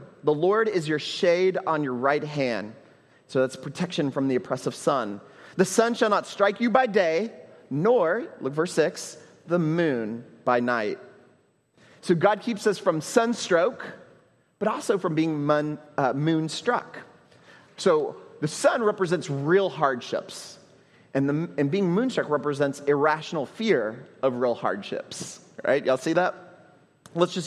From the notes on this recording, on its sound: at Trinity Church, Puerto Rico